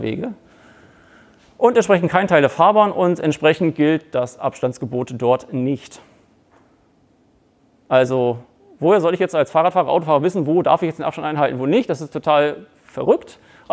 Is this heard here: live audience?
yes